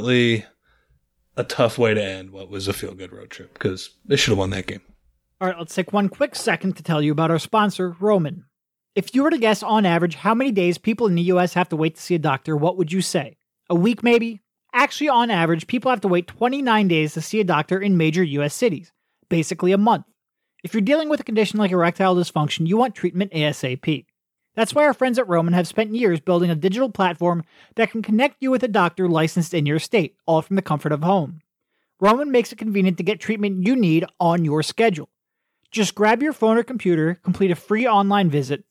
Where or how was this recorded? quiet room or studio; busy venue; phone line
quiet room or studio